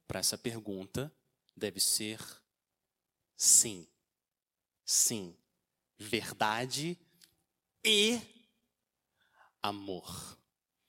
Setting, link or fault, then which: setting, large echoing room